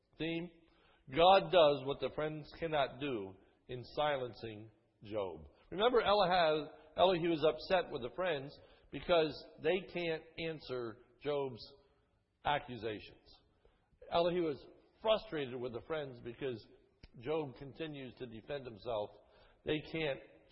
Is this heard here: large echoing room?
yes